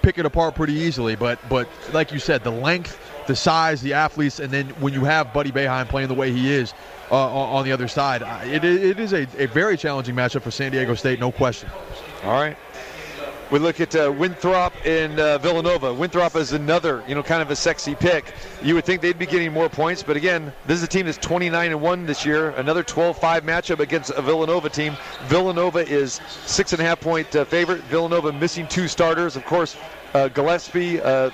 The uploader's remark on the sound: Live from the most exciting March Madness party on the planet, Hoops & Hops inside the Chelsea Theater at the Cosmopolitan of Las Vegas.